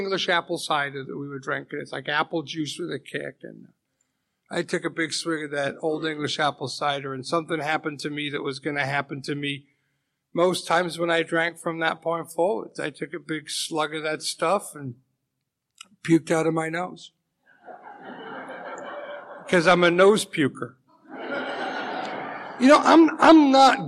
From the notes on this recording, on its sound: speaking at the Live at Pine Lake Speaker Meeting held every Saturday Night in Seattle